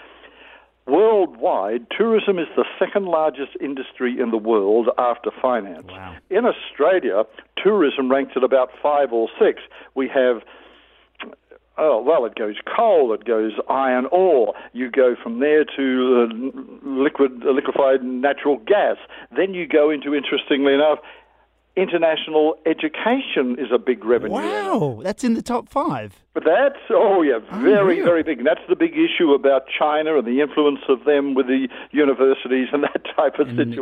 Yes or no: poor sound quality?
no